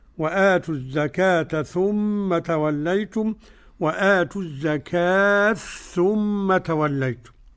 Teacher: أدغم التاء في الثاء بخلف السوسي عن أبي عمرو